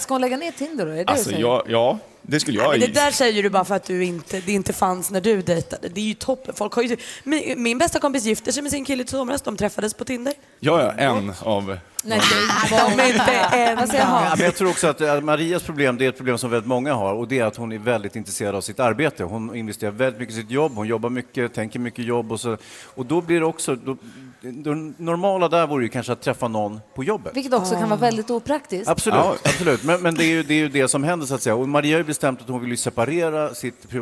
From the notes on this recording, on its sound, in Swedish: Live från Fjällkalaset!